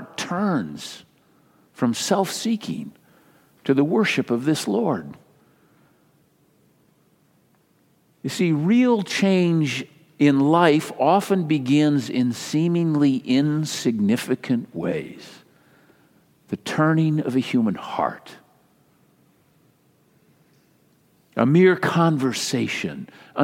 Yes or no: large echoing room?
yes